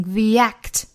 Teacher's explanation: the 和 act 连读成 theact，注意这里面元音的变化了。那元音呢从 a 变化成 e，因为后面 act 是元音因素打头，所以 the 变 e， the act the act 加一个小小的 e 的发音连贯这两个词。The act of losing